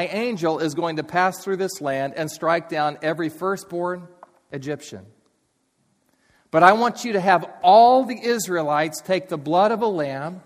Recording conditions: large echoing room